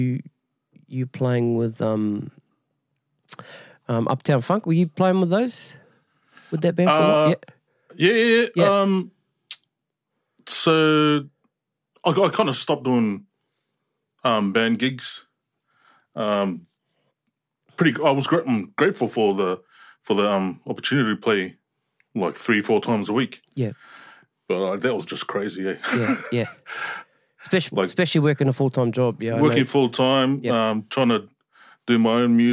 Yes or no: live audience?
no